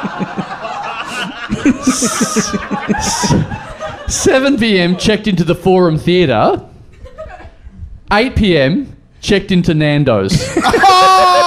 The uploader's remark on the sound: Recorded LIVE at The Joint in Melbourne